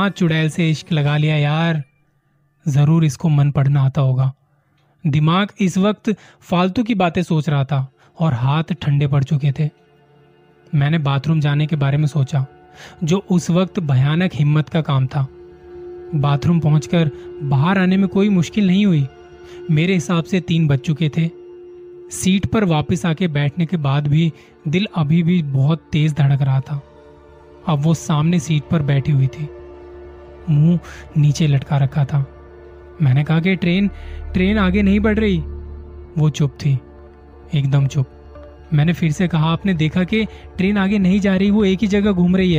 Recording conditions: phone or laptop microphone